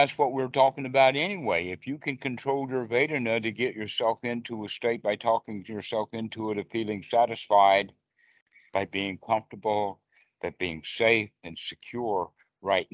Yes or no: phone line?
yes